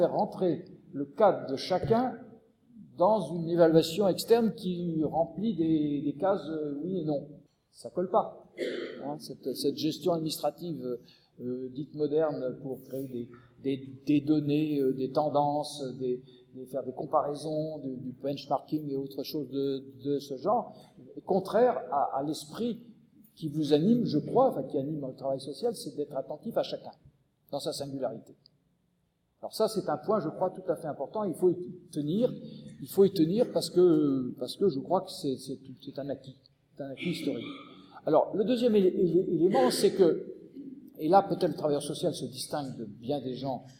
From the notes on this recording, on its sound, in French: Enregistré le Mercredi 14 janvier 2015 à l&#39;école de travail social du lycée Rabelais. Enregistré le Mercredi 14 janvier 2015 à l'école de travail social du lycée Rabelais.